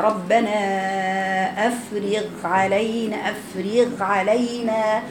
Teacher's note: الغين بيجري رخاوة لكن باعتدال